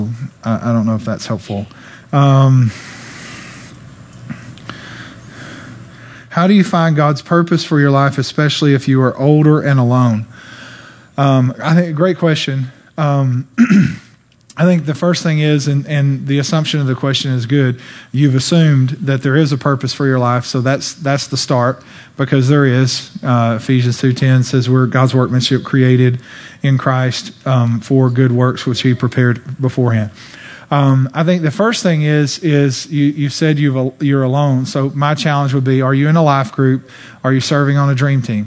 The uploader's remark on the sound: During this special weekend service. Answered the questions sent in live from the platform.